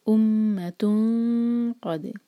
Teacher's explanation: جب اخفا کریں تو ہیوی اخفا ہوگا کیونکہ نیکسٹ لیٹر جو ہے قاف ہے، ہیوی لیٹر